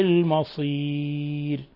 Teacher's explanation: المصير حال الوقف على الراء نقف بترقيق الراء لأنها مسبوقة بياء ساكنة